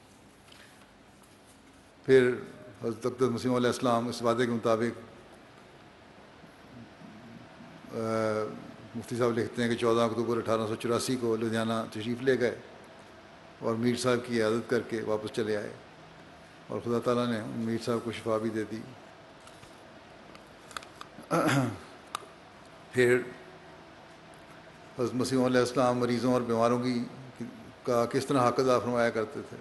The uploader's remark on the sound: Concluding Address at Jalsa Salana UK 2021.